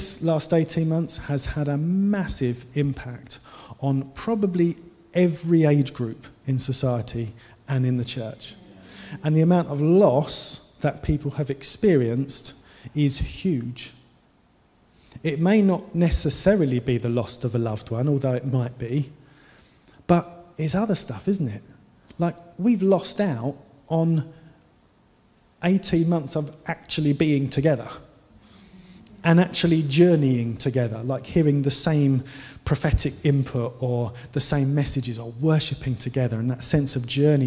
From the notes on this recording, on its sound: Given during the Oasis Church Live Stream